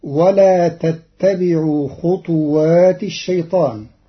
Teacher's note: قرأ قالون كلمة خطوات بإسكان الطاء مقلقلة، والضم والإسكان في لغة العرب.